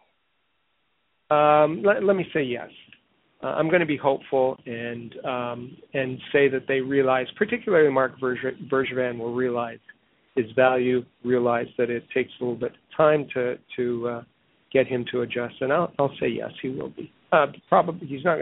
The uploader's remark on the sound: we take your phone calls